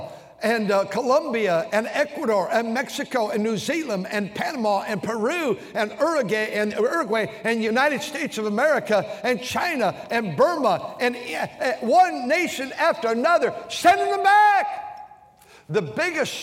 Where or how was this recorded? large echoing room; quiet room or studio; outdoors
large echoing room